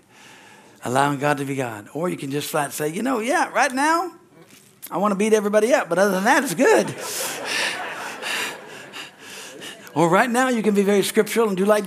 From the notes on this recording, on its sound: from the Sunday service on December 3, 2023 at Harvest Bible Church in Stockton, CA.